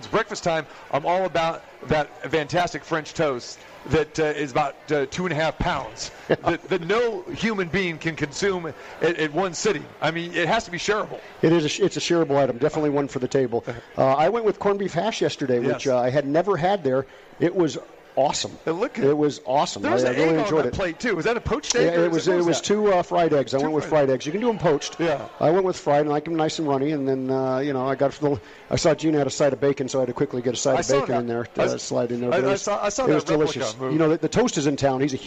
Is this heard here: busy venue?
yes